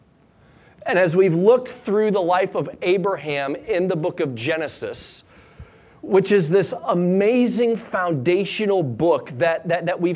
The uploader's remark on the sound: Sunday Morning Sermon Audio